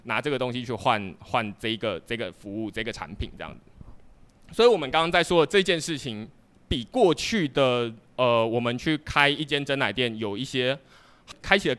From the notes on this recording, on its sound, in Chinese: 這次的內容是第二場島民小聚的錄音。接著是現場問答。